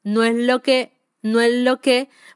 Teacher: Parece que ella no pronuncia la S